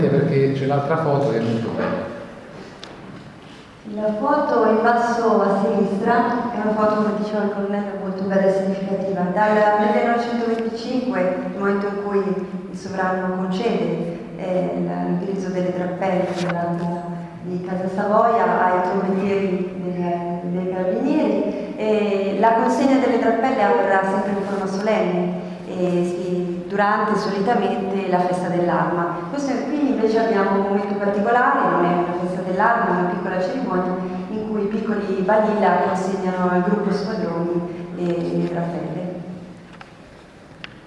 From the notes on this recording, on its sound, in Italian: registrazione della tavola rotonda tenutasi presso il Museo Storico dell'Arma dei Carabinieri il 26 gennaio 2017